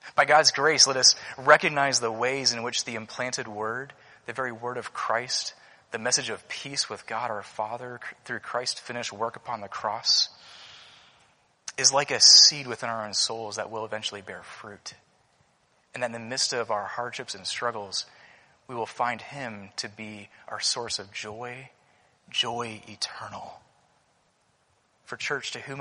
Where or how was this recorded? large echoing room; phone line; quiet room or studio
large echoing room